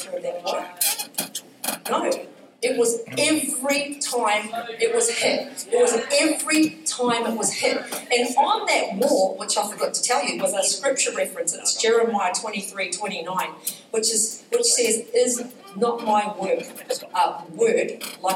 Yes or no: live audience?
yes